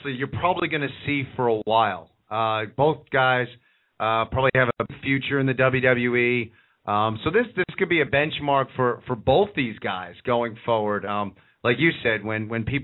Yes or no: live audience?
no